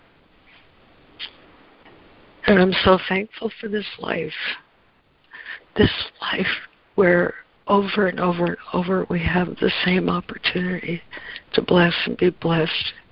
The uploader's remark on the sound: ACIM Daily Conference Call